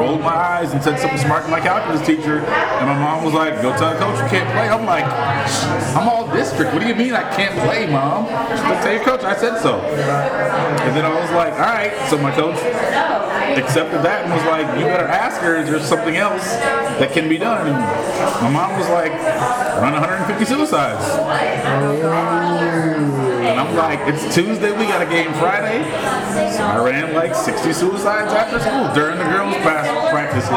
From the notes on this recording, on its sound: Live at State & Ale. Chatting it up in a bar!